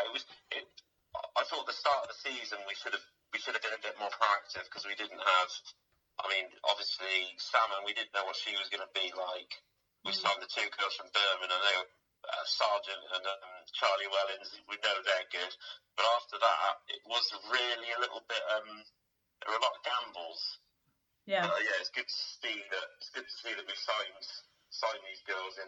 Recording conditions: poor sound quality